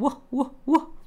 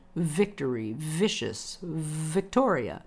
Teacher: The teeth, the upper teeth, need to touch the inside of your low lip. Lots of breath on a V. · Shown in: second take